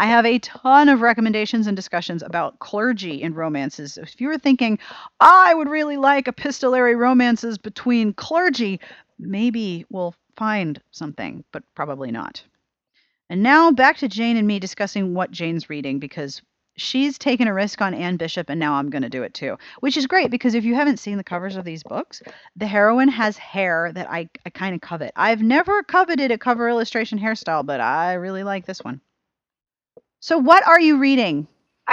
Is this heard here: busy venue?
no